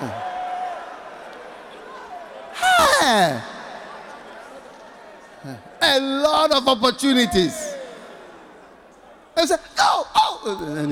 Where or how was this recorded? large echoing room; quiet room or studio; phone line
large echoing room